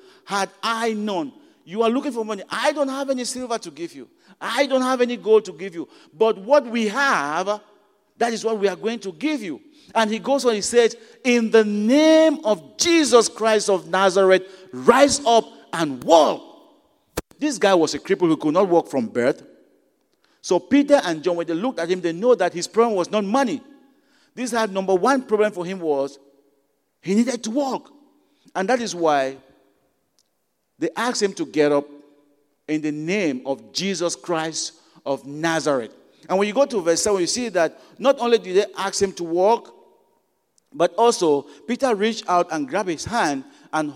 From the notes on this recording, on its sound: at Broadway Baptist Church, Lexington, Kentucky